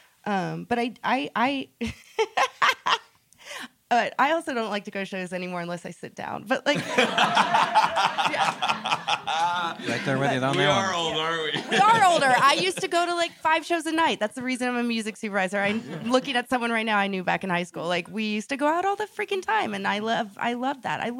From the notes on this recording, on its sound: This conversation was recorded live at ATX TV Festival Season 12 (June 1-4, 2023) in Austin, TX.